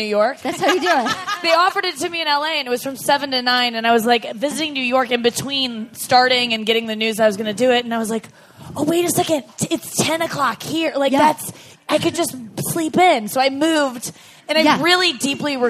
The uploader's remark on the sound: Live from Austin at the Moontower Comedy festival!